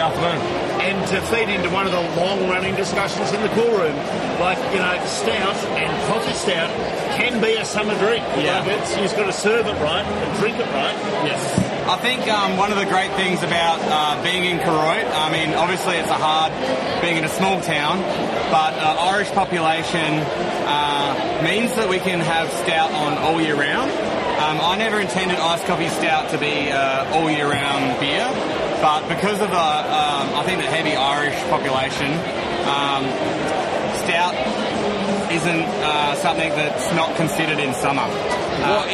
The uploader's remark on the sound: It's the second episode we recorded at the 2023 Williamstown Beer & Cider Festival. It's a live recording so there's a bit of background noise.